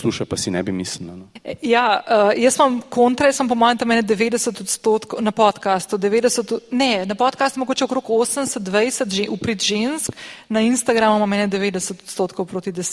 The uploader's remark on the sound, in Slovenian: Epizoda je bila posneta pred publiko na Avdifestivalu 2023. Oktobra v Cukrarni v Ljubljani.